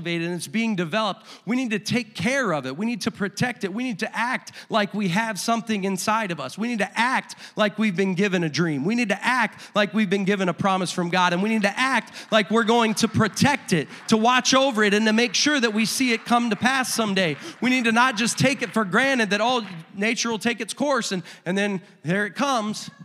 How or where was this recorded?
large echoing room